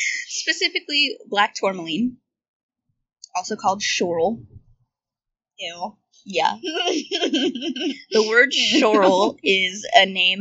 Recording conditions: background noise